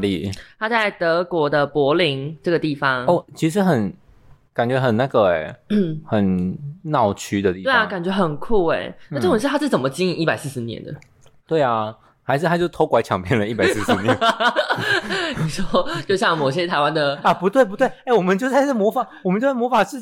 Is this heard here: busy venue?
no